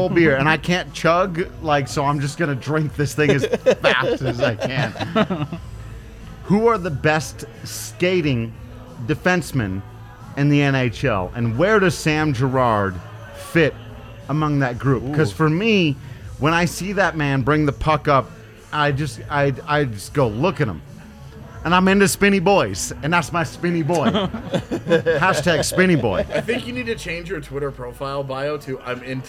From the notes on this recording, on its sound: LIVE from the DNVR Bar